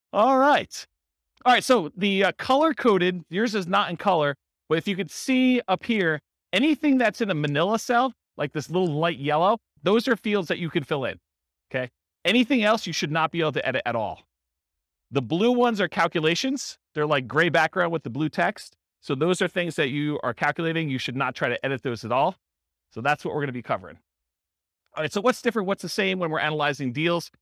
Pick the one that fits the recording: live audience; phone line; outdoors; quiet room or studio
live audience